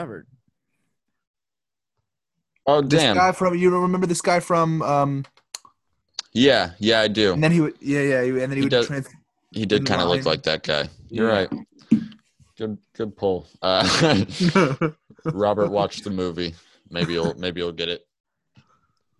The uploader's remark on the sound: My zoom stopped recording right before we got to plugs